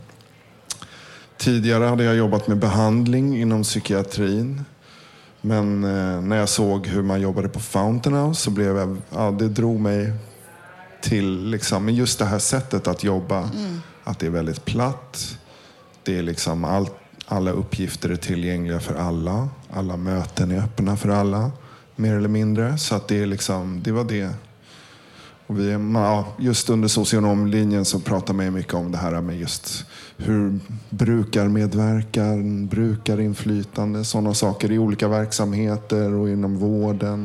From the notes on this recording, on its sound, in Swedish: Lyssna på en inspelad föreläsning. Inspelningen av en workshop vi gjorde på Fountain House tidigare i våras där alla som ville kunde vara med och lära sig producera radio.